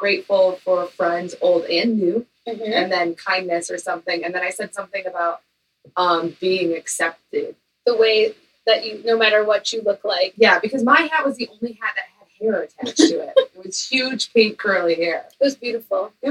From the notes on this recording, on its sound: Recording around Christmas Trees. The ladies are still struggling with sound, they need a new microphone.